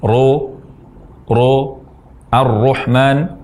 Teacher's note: ra berfathah menyerupai bunyi o atau dengan membulatkan bibir.